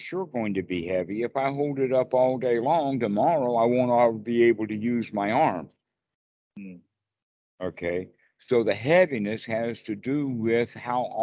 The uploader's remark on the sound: skype calls